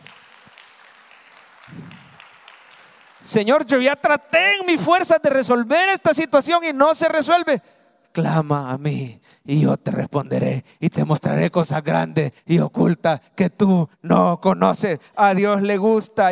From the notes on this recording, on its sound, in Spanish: mensaje predicado en vivo desde el Centro Familiar de Adoración, Domingo 9 de Abril 2023